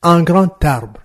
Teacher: le D de grand qui n'est pas prononcé, va se lier avec le A de arbre et on va sentir qu'il y a prononciation d'une consonne qui au départ n'était pas prononcée. · Term: liaison